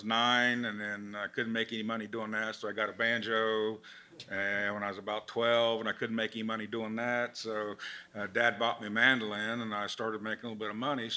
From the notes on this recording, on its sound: LIVE at the 10th Annual Monroe Mandolin Camp. This week I’m coming to you live from the 10th Annual Monroe Mandolin Camp in Abingdon, VA!